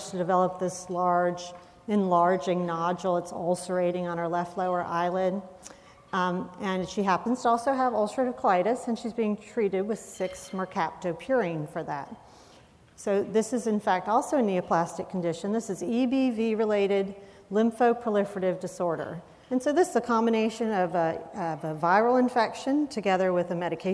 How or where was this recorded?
busy venue